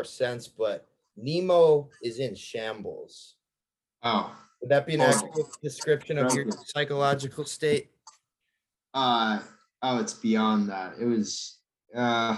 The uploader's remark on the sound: Over zoom. Before we were rudely cut off by Zoom.